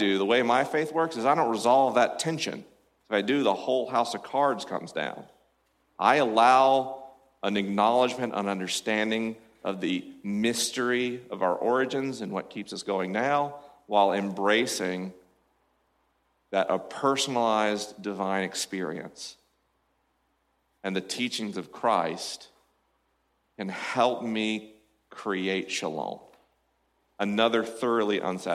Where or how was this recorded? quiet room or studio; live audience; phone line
live audience